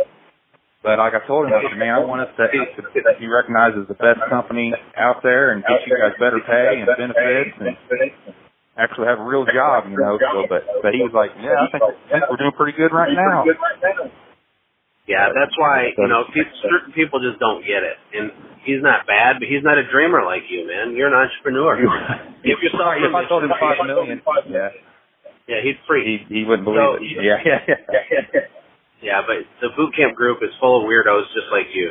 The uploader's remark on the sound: LIVE Coaching Call